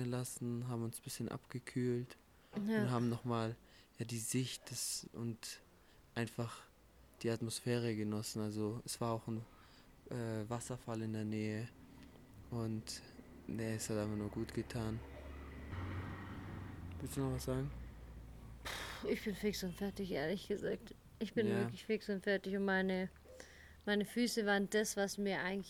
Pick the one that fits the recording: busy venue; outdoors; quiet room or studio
outdoors